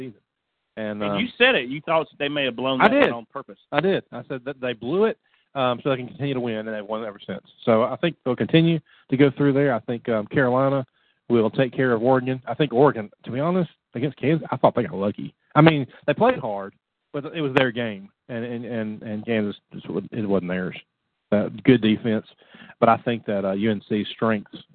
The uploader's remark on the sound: Call in Q & A show.